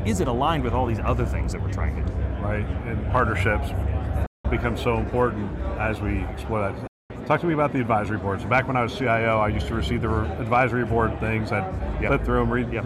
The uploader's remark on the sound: It’s an Interview in Action live from HLTH.